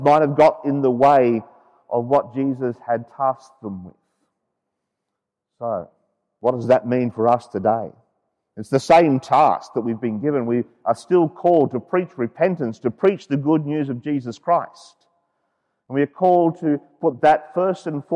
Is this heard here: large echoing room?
yes